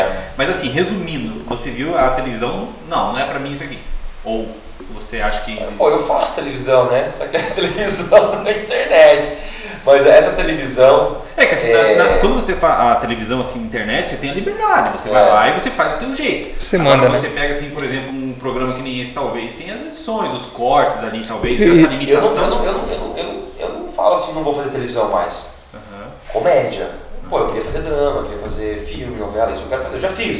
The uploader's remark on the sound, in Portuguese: Tivemos um problema com o áudio deste episódio.